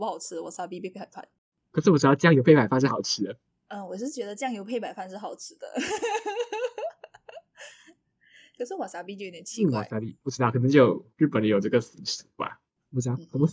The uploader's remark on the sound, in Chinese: 抱歉這集音質很有問題。用錯麥克風。